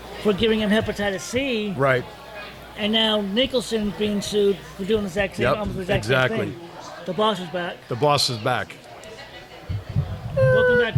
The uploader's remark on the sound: Live on location from Sams Town.